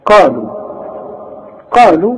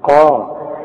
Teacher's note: القاف دي من أعلى حروف التفخيم، الحرف المفخم اللي بعده ألف